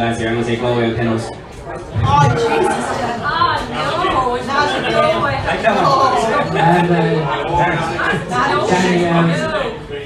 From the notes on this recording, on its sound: This week we are live from Taaffes Bar